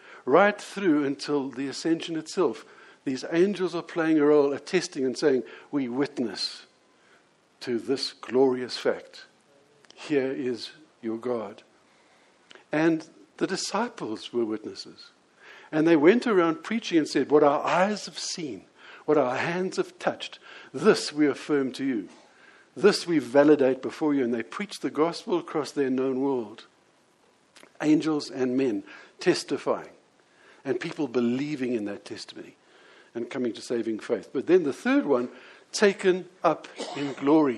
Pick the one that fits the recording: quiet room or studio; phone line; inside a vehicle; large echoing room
large echoing room